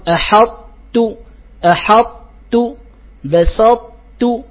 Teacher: فتضغم الطاء في التاء مع بقاء صفة القوة، فتقول أحط أحط بسطت وهكذا، ولا نقول بسطت أحط، لا ندغم إضغاما كاملا، بخلاف إضغام التاء في الطاء مثلا، فتقول ود الطائفة ود الطاء، أين التاء؟ · فإضغام القوي في الضعيف كما سيمر معنا، إضغام الطاء في التاء، والطاء فيها صفة القوة الاستعلاء والإطباق